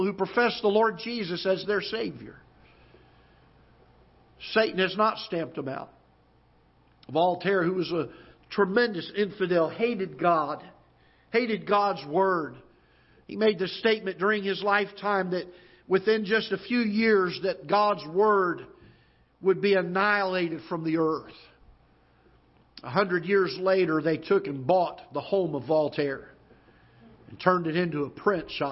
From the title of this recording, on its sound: Ketha Heights Baptist Church ~ Live Broadcast